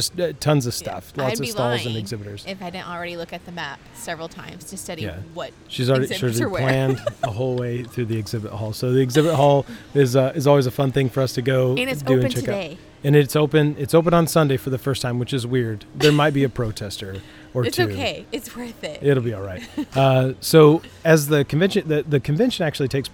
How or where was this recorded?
busy venue